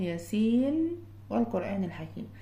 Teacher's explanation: أظهرت النون اللي هي في ياسين مع الواو اللي بعديها في كلمة والقرآن · Term: الإظهار